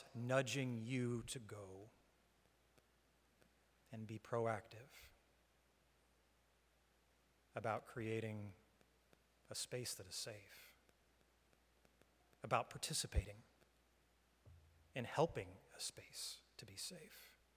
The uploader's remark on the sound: Live stream from the sanctuary of Mayflower Congregational UCC Church in Oklahoma City.